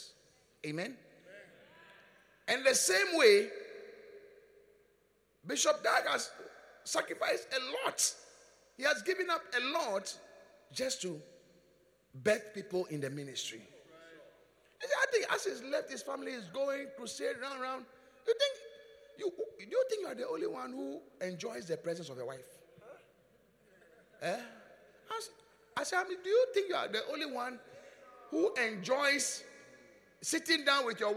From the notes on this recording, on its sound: Preached at the Qodesh. Encounter Service.